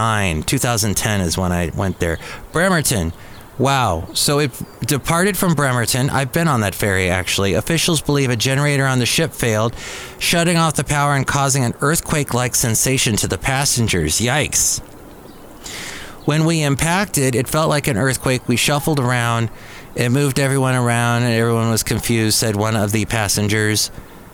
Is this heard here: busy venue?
yes